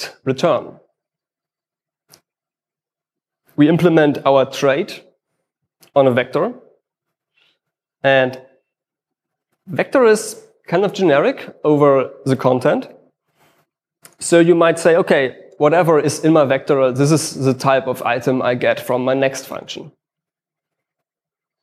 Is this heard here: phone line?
no